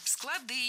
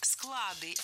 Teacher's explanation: Склады неверно. Нужно говорить склады, если речь идет о хранилище. В этом случае ударение остается на основе. · Shown in: second take